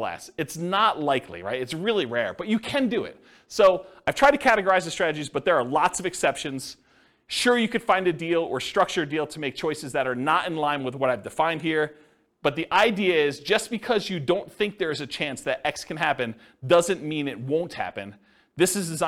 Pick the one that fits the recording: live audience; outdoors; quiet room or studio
live audience